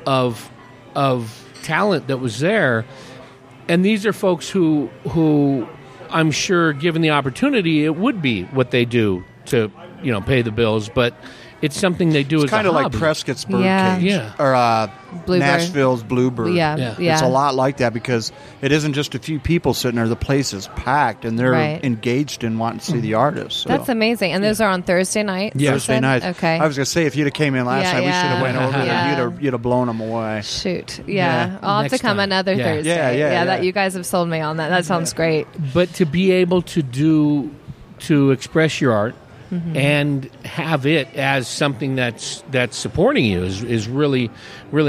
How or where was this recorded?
busy venue